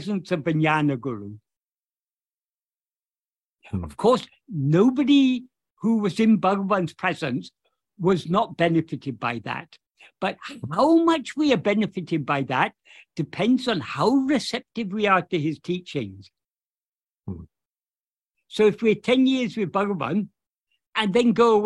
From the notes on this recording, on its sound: In a Zoom meeting of ‘Yo Soy Tu Mismo’ (a group of Spanish devotees of Bhagavan Sri Ramana).